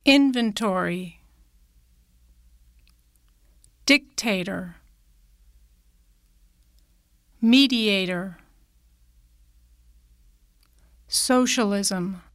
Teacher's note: nouns that have secondary stress on the first syllable of the suffix